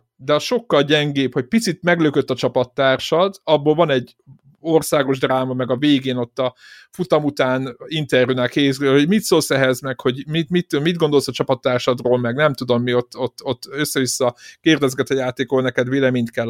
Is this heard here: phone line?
no